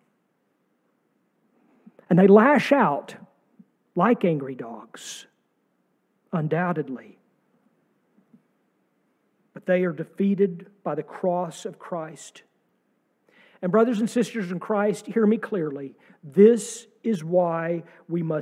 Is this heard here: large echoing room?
yes